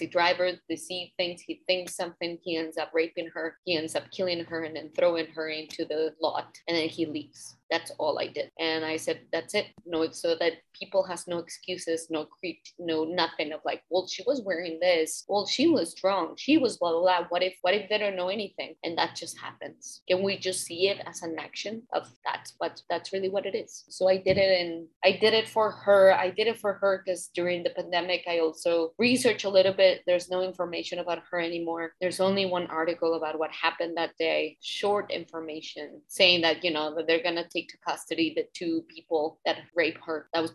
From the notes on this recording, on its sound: We connected through Zoom to talk about her career.